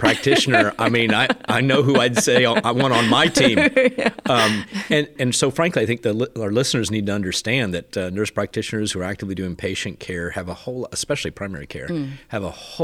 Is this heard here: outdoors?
no